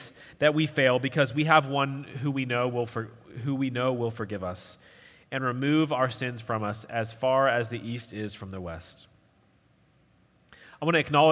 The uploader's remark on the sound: At Redeemer Presbyterian Church in Charleston, SC